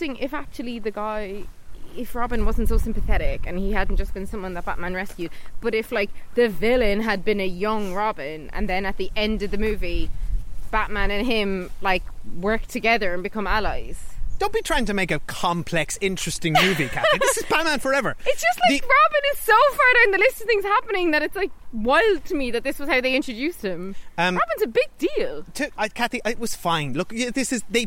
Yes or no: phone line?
no